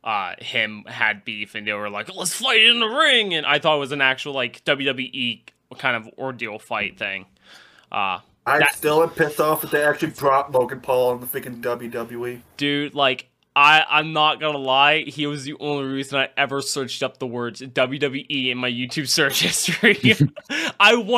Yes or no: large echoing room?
no